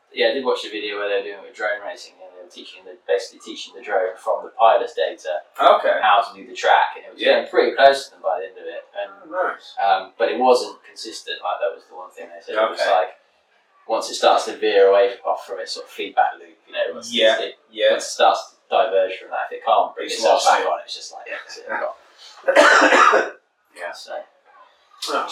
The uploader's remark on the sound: Less than ideal audio. Sit down with a few beers.